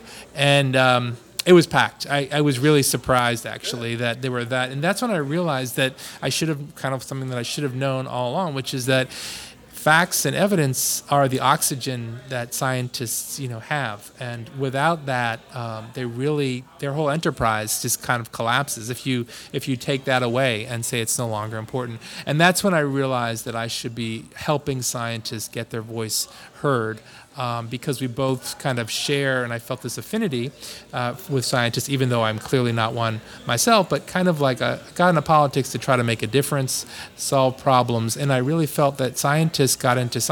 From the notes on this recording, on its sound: He joins us at Siné Irish Pub in Arlington, VA. At Siné Irish Pub in Arlington, VA.